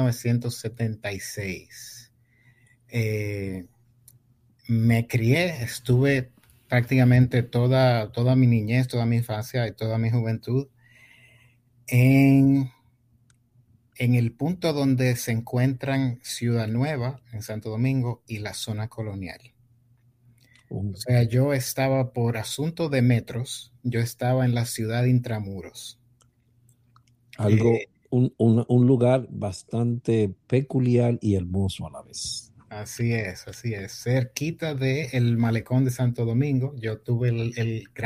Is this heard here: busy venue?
no